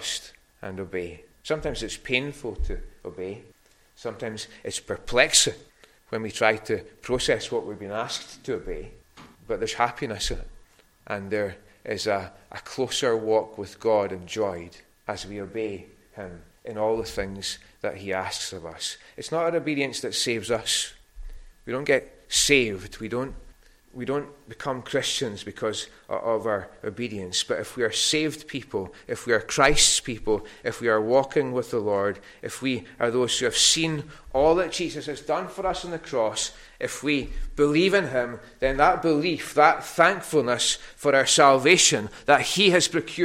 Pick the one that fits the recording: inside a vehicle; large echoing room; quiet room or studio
large echoing room